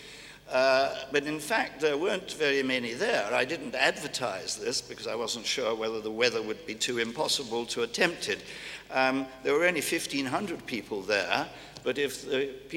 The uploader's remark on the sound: recorded at the 2000 International Achievement Summit in London